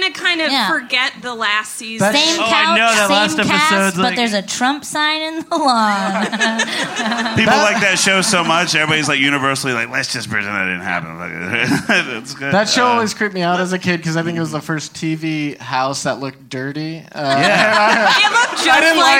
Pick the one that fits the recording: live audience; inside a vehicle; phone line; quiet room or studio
live audience